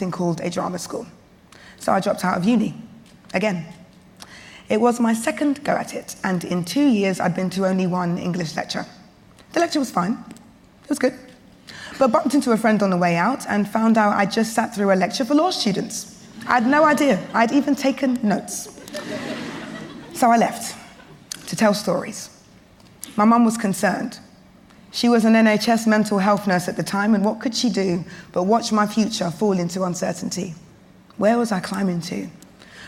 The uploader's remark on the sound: We hear the full, unedited recording of this year’s MacTaggart Lecture, delivered at the Edinburgh International TV Festival. Thank you to the Edinburgh International Television Festival for sharing this audio with our listeners.